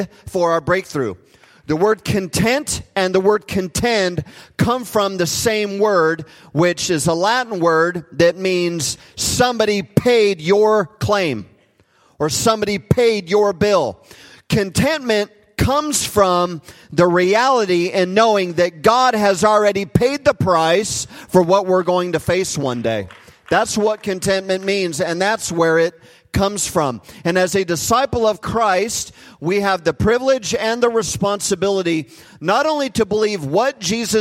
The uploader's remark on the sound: Recorded live at Hope Church in Springfield, Mo.